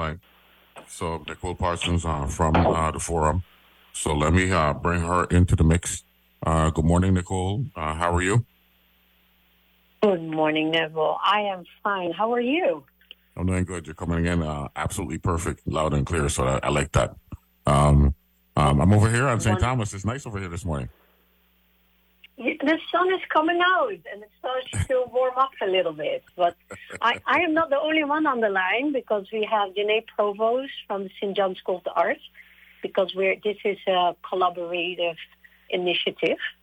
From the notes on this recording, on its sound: Broadcasting from St Thomas. Speaks on the phone.